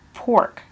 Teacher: you only hear the R and not so much the vowel that comes before it · Term: R-controlled syllables